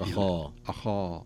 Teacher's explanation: خاء مفخمة، هذا من حروف الاستعلاء، وخاصة أنه مفتوح، وهو من أعلى درجات التفخيم، ثم يأتي بعده الألف، الألف التي بعده أخا تتأثر بما قبلها، فتفخم الألف